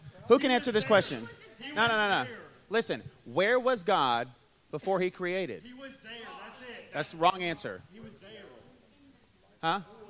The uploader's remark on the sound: Q&A Panel from D-Now 2022